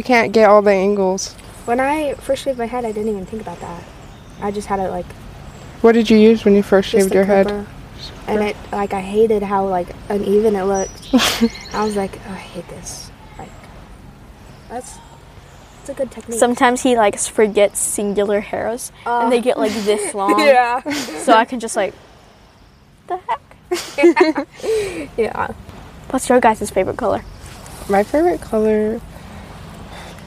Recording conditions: sounds in the background